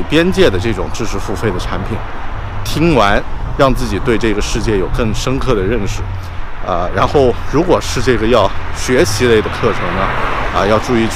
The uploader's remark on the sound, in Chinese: 这期在上班路上录制的节目